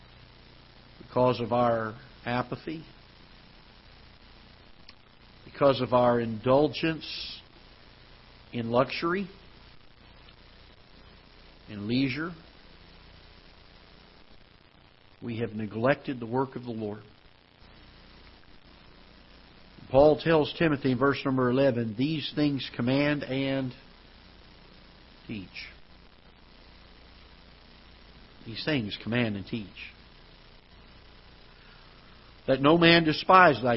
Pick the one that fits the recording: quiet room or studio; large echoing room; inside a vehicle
large echoing room